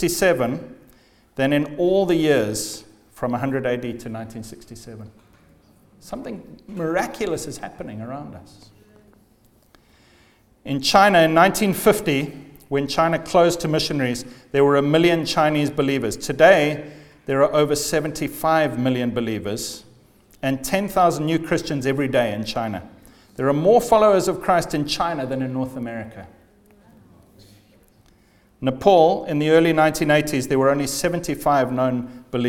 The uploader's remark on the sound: The first night of the Leading Lights Network Conference 2015.